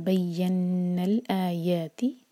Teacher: आ और या दोनों को बराबर बराबर लंबा करना है, मध्य तबीई दोनों।